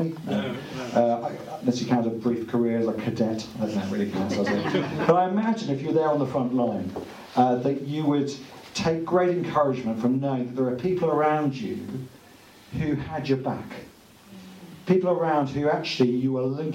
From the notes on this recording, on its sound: Audio from the March 15th book launch